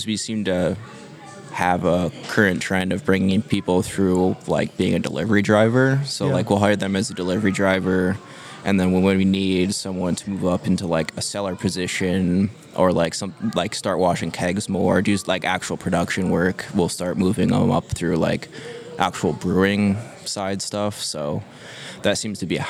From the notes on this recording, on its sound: Recorded at Tap That Downtown, a self-serve beer bar in Downtown Phoenix.